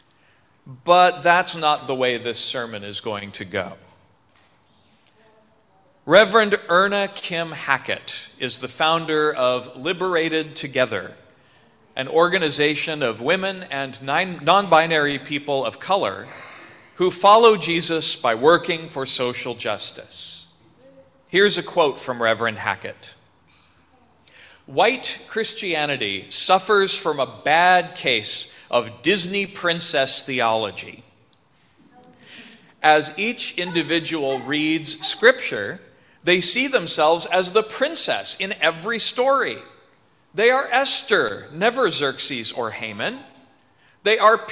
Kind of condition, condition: setting, large echoing room